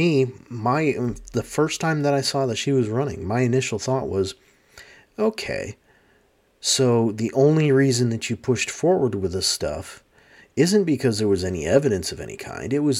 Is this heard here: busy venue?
no